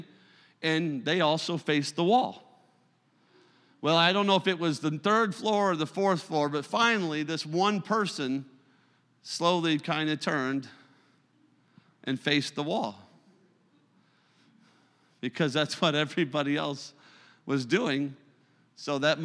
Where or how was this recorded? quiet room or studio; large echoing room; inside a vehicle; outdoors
large echoing room